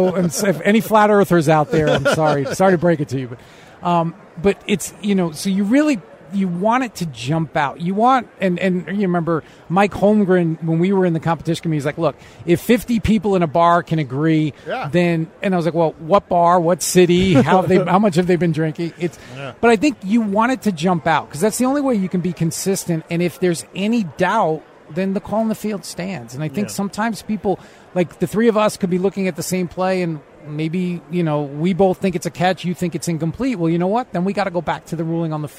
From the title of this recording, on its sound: Joins The Show LIVE At Radio Row